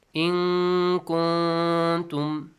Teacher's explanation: Both noon. Both of the noons will be pronounced with a hidden sound.